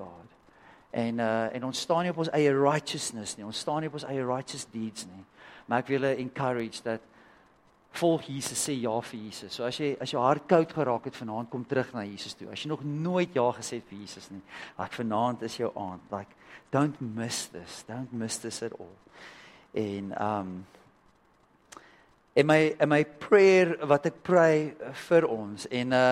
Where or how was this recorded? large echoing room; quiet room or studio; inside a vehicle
large echoing room